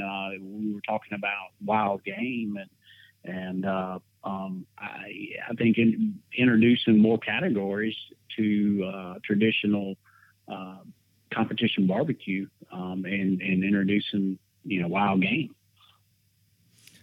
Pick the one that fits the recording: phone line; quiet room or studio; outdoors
phone line